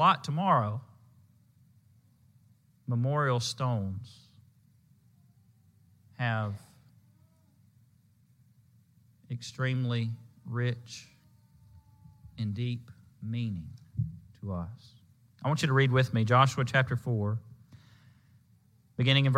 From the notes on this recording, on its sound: Preached at the Marietta, OK Church of Christ on Sunday, May 29, 2022.